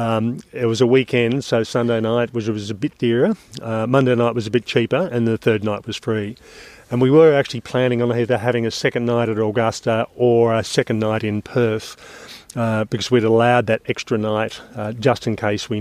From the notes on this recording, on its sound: Interviews from the Trail. This episode includes recordings from the final 2/3 of this 128.7km trail and provides a real time overview of our on trail experience.